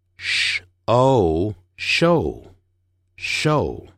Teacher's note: 接下来我们看第87页给大家看的这个清辅音，像一个 S 但是把拉得长长的，这个呢就是我们常叫小朋友啊不要讲话，嘘，发这个音的时候呢，舌头是卷起来的